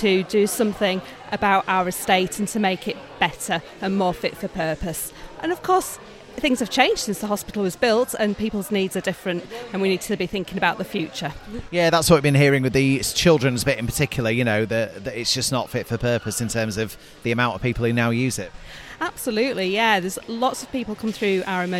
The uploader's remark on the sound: Highlights from our outside broadcast at the Airedale Hospital Charity's CPR-a-thon, held at Morrisons in Skipton on Saturday 17th February 2024.